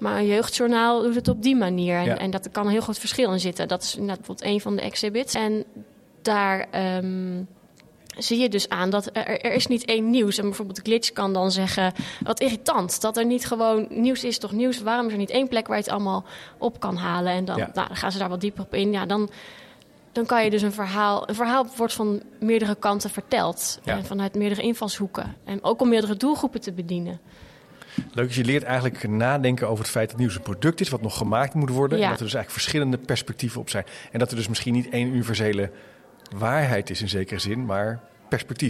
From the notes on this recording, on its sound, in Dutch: In deze aflevering loop ik door het Beeld en Geluid museum in Hilversum! Op ontdekkingsreis bij Beeld en Geluid in Hilversum.